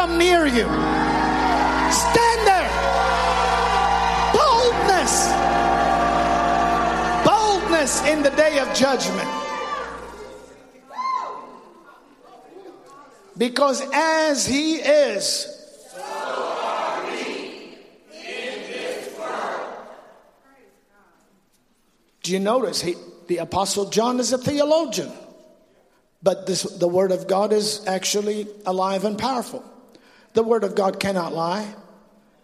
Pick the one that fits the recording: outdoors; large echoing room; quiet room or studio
large echoing room